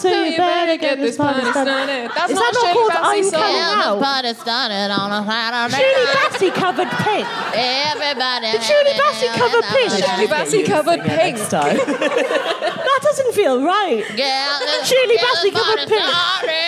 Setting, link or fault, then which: setting, busy venue